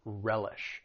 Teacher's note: When it comes to pronouncing the verb, it has two syllables. The stress is on that first syllable